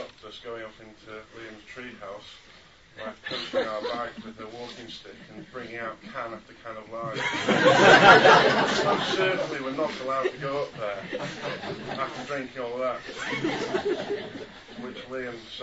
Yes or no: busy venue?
yes